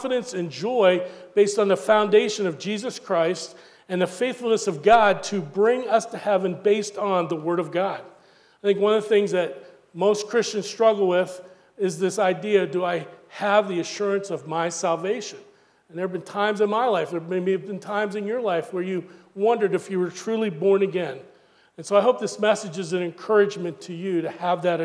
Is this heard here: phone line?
no